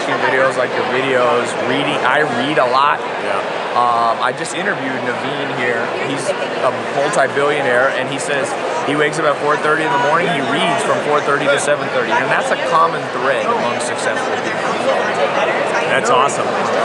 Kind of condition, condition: setting, busy venue